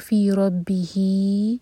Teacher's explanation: continue کریں گے تو فی ربہی، یہ ہے مد صلہ کبرا، چار ہر کا لمبا کھینچنا ہے